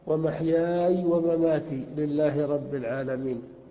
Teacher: فسكن الياء والألف قبلها ساكنة · Term: التقاء الساكنين